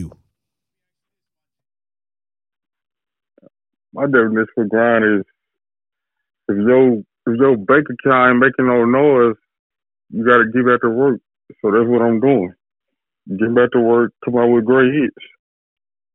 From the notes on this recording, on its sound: Gets on the phone. This time we did it live on Power 107.6 The Truth.